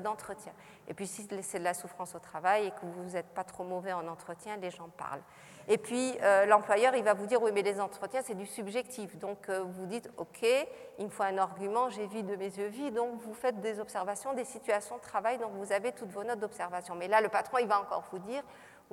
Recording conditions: live audience